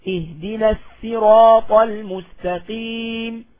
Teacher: قرأ لفظ الصراط معرفا بالألف واللام أو منكرا بدون ألف ولام حيث أتى في أي موضع في القرآن قرأه بالسين، يعني يقرأ هكذا اهدنا الصراط المستقيم.